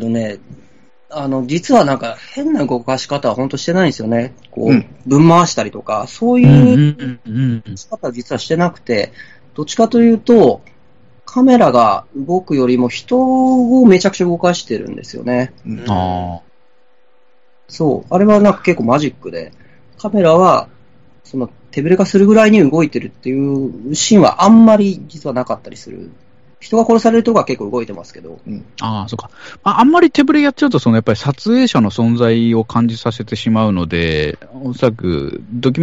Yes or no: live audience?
no